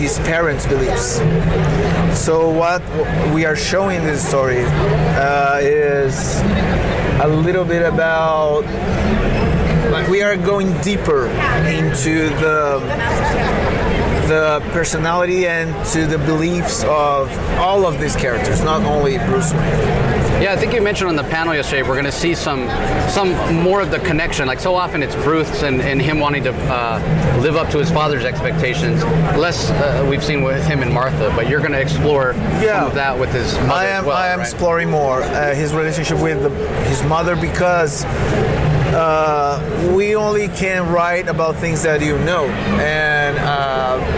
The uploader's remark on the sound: LIVE from SDCC ’23. San Diego Comic Con 2023.